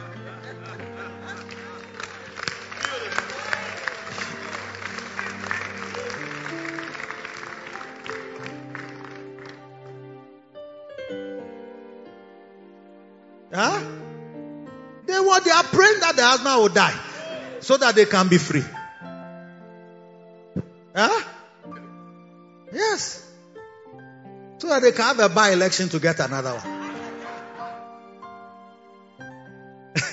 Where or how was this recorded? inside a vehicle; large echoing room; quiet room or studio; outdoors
large echoing room